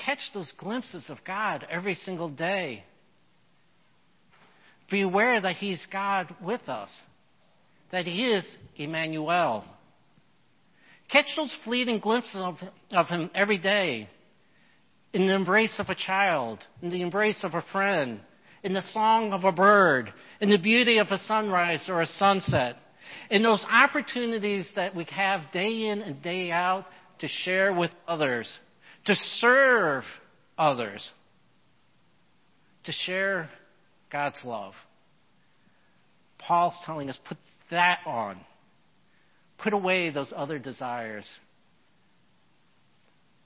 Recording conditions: large echoing room